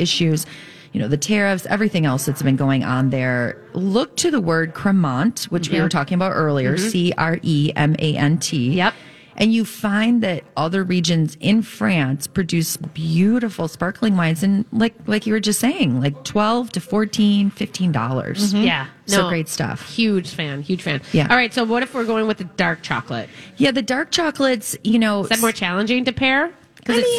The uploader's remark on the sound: Live at Max's Fine Artisan Jewelry for a Valentine's Day special!